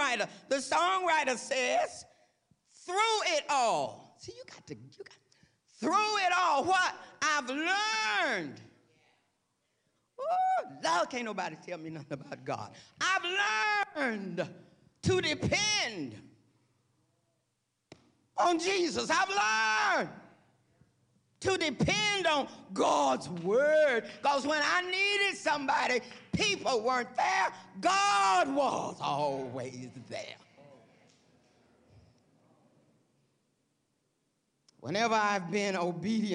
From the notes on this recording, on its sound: This week's service, recorded live on June 18, 2023